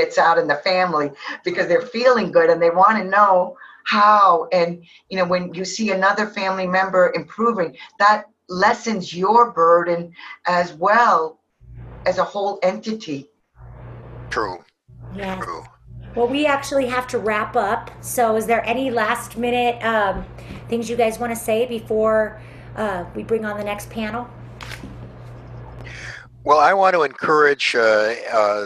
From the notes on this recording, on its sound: Virtual Conference